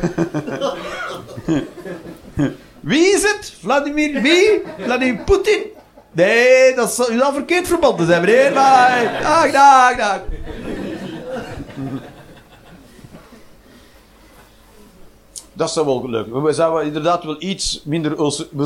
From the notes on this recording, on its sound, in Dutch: Live 21 Juni 2023, The Joker, Antwerpen.